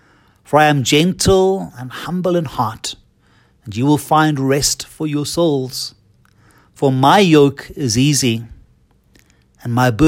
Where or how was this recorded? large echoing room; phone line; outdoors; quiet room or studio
large echoing room